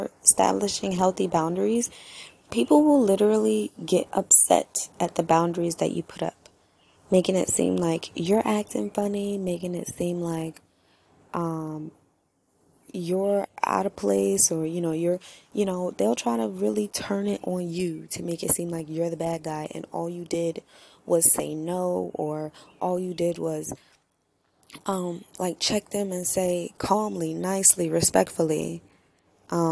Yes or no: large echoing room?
no